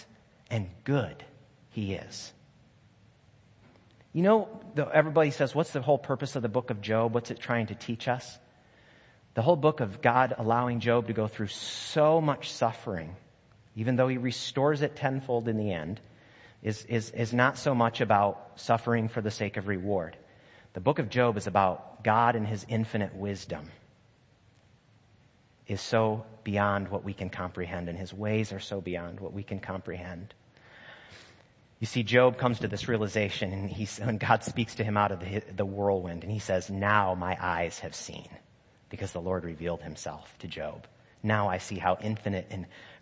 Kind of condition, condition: setting, large echoing room